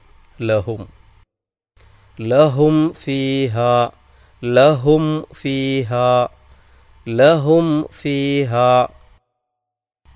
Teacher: അതിനെ വ്യക്തമാക്കി ഉച്ചരിക്കണം. അഥവാ സുക്കൂനുള്ള മീം ഉച്ചരിക്കപ്പെടുമ്പോൾ, രണ്ട് ചുണ്ടുകൾ പരസ്പരം ചേരണം, തട്ടണം, ടച്ച് ചെയ്യണം.